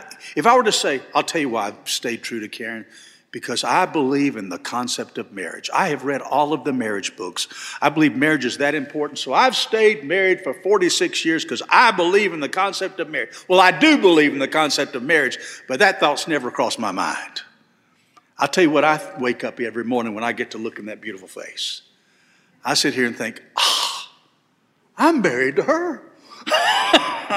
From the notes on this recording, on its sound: This sermon was delivered on November 12, 2023 at First Baptist Church Hendersonville, NC.